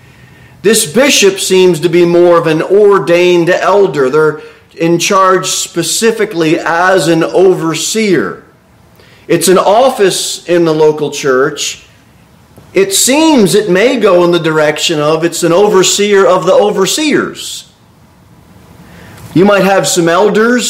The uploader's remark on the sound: Sermon delivered at Pilgrim Baptist Church